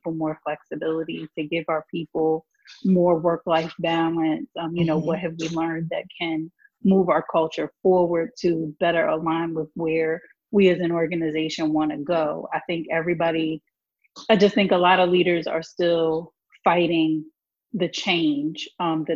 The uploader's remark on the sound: Still hosted the panel, virtually, and shared the conversation during a live watch party.